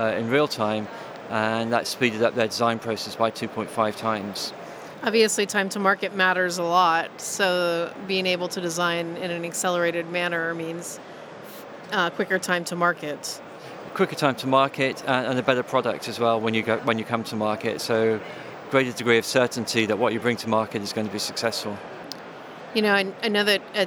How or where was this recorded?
busy venue